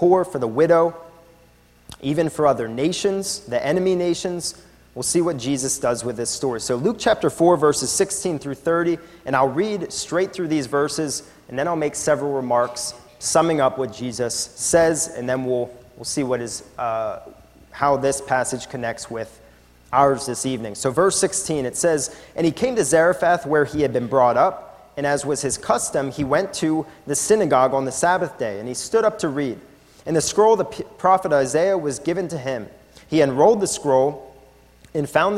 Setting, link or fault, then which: setting, large echoing room